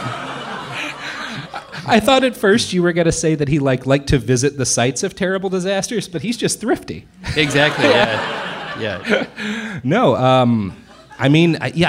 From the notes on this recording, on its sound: Joined live for SF Sketchfest.